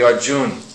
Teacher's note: Hindi leaves out these short A's